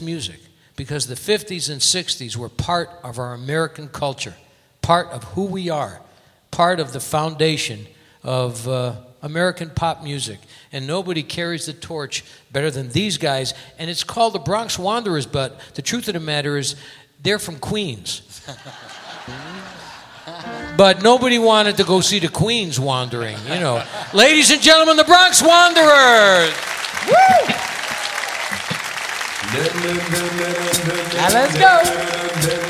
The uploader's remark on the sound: Live at the Southpoint